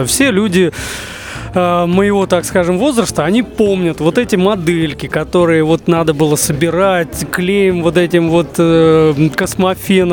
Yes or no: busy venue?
yes